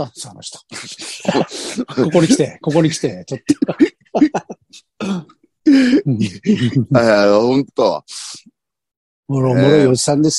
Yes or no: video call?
yes